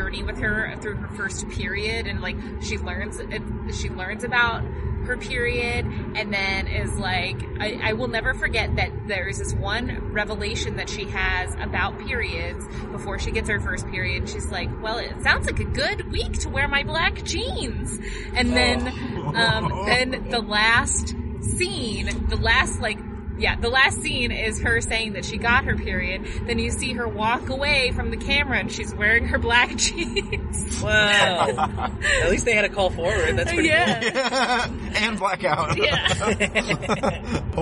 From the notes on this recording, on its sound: Recorded on the way back from a show at the Combine in Bloomington, IN back in April 2016. Also, it's literally recorded in a car.